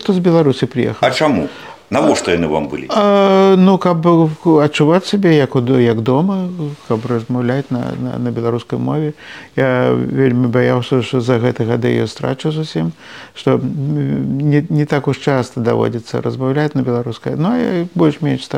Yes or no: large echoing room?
no